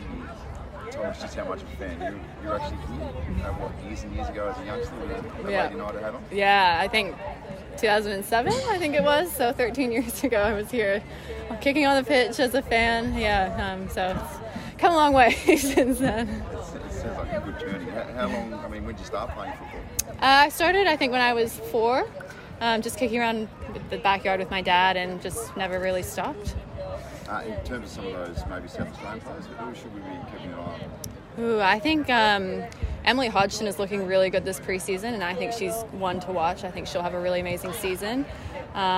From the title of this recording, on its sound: Fans' Day | Press Conference